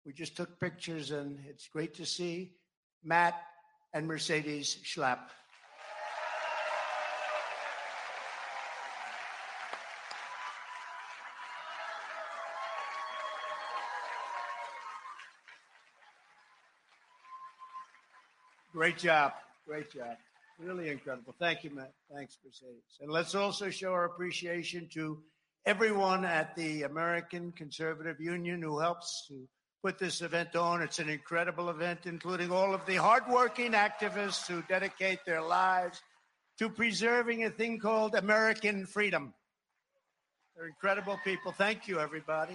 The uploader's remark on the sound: frequently interrupted by raucous applause from the GOP activists who gathered for the CPAC conference in the Hilton Anatole’s Trinity Ballroom in Dallas